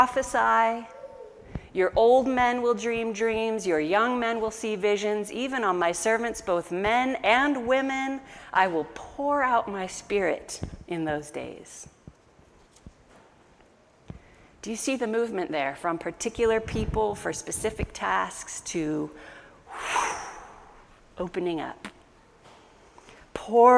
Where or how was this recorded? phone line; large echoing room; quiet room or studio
large echoing room